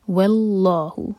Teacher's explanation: واو لائی رہے گا اور لام جلالہ ہیوی. واللہ، اللہ دو حرکہ لمبا.